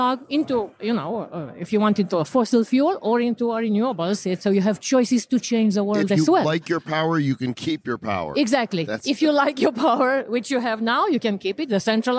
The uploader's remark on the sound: Crypto Mashup at World Crypto Con